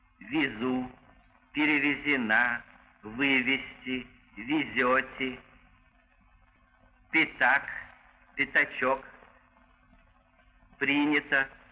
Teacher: Буквы «е» и «я» во всяких неударяемых слогах произносятся очень близко к «и».